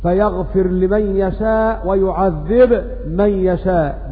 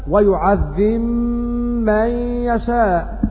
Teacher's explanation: بالجزم وإظهار الباء مع الميم · Shown in: first take · Term: الإظهار